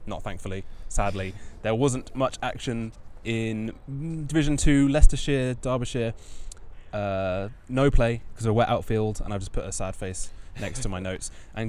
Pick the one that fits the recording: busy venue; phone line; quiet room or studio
busy venue